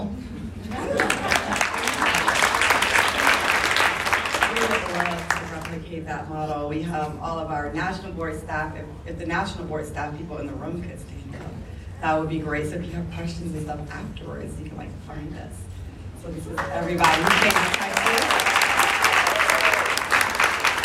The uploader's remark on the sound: Live Podcast from San Antonio - Texas National Board Coalition for Teaching Annual Conference. The Texas National Board Coalition for Teaching hosted the National Board Conversations team to perform a podcast in front of a live audience at their annual conference. The episode features a panel of speakers from Texas.